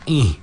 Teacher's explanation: Kemudian ain baris bawah dia bunyi ih, dia tak bunyi eh kan.